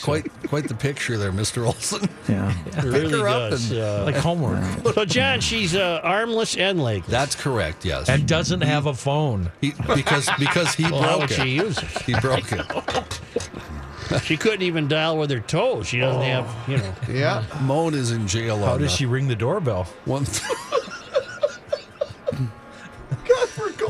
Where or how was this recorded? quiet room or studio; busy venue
busy venue